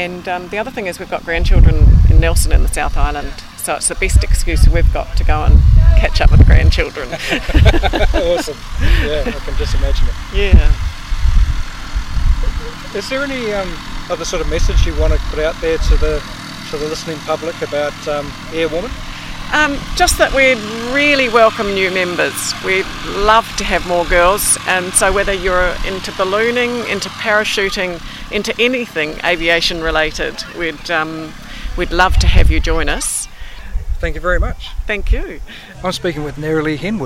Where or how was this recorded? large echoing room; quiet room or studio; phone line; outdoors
outdoors